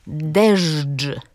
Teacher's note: Otóż, jeśli chodzi o tę formę dżdżu, mamy tu dawną, czyli odnotowaną w tekstach w XV i w XVI wieku, formę dopełniacza rzeczownika, który brzmiał deżdż. Mówię to nienaturalnie, bo chcę, żeby państwo usłyszeli, że tam były spółgłoski dźwięczne, ż i dż.